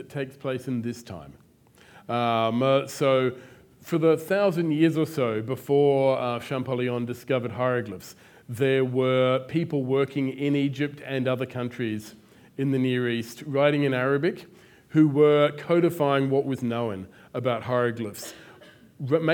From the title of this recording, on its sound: Live at the AM